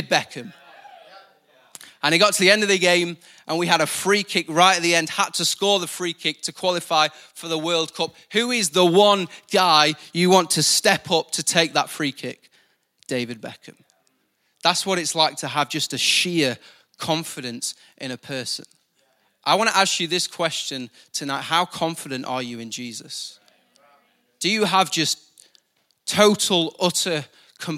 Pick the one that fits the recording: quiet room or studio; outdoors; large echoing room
large echoing room